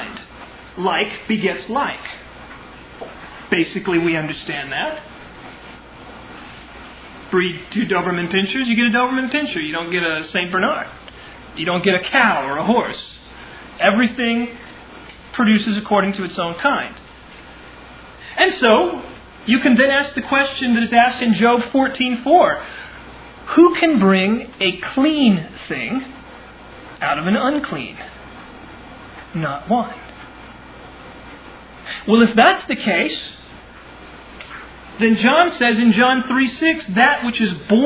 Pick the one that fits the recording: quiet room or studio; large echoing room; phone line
large echoing room